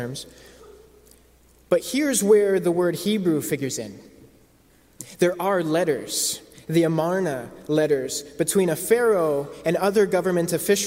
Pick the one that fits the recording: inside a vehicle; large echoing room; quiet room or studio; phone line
large echoing room